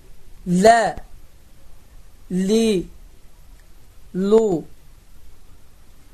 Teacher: Növbət hərif ləm hərfidir. Ləm hərfinin məxrəci dilin ucunu üst dişlərinin damağına toxundurmaqla ləm hərfi çıxır. Və ləm hərfi incə hərflərdəndir.